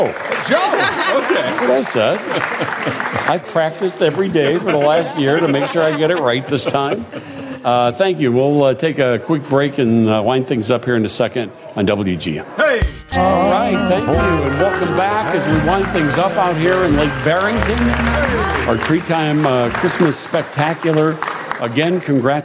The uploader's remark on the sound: Live from Treetime Christmas Creations! The annual show at Treetime in Lake Barrington!